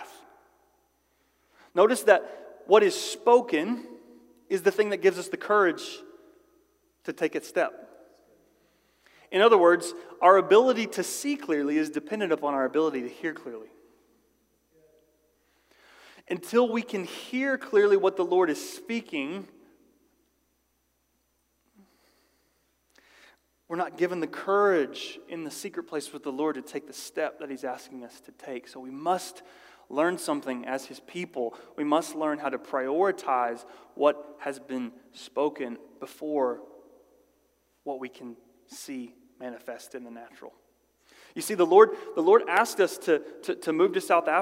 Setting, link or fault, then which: setting, large echoing room